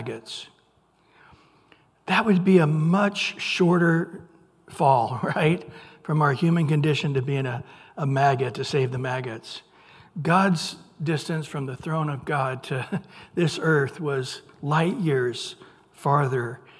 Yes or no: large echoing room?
yes